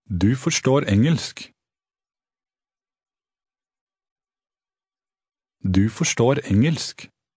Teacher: Notice how the speaker's voice rises a little at the end. · Term: Norwegian intonation